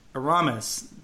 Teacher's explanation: I'm putting the stress on the ra